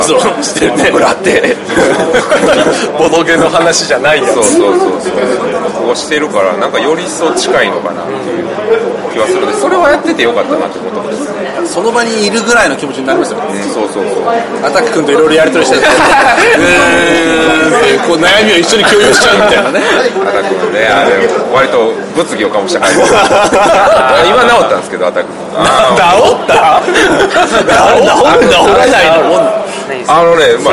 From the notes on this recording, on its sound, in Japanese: 秋葉原のカフェで録音